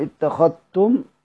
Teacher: بالإضغام اتخذتم لتقارب في المخرج والاشتراك في بعض الصفات